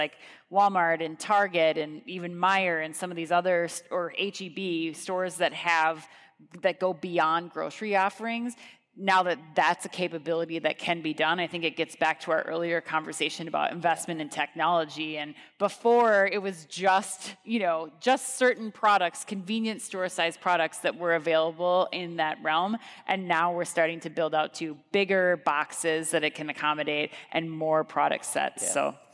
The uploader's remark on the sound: Groceryshop 2023 Recap Live From Las Vegas